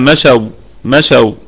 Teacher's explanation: الكلمة كلها مرققة، والواو حرف لين، والواو حرف لين، فنقف عليه بزمن الواو فقط، نقف عليه باللين فقط، يبقى ما شاو ما شاو هكذا.